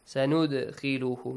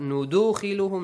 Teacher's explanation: The dal appears ساكن and قلقلة. The rule قلقلة is applied. Echoing sound. · Shown in: first take